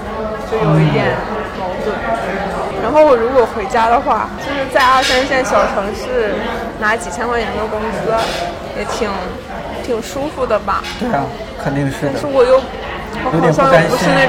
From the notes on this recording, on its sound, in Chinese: 上周五去naive理想国北京郎园店和三位偶遇的听友即兴聊了聊，在征得他们同意之后，我把聊天录音整理成了这期节目。第一次尝试这样的录制，低估了工作日咖啡店的热闹程度，这次的收音有点嘈杂，带来不好的收听体验还请谅解。